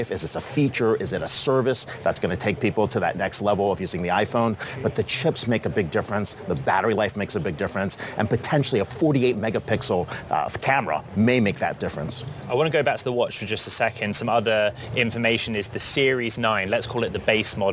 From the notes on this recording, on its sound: a special edition of Bloomberg Technology live from Apple's Wonderlust event